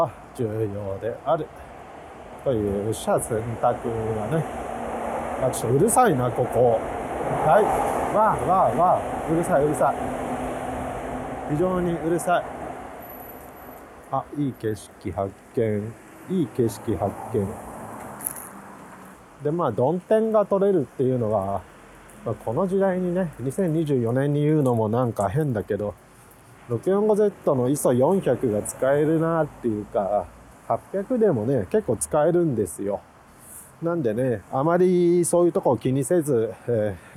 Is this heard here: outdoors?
yes